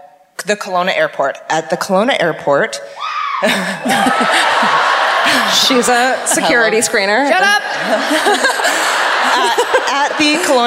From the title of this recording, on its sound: Live at the Queen Elizabeth Theatre in Vancouver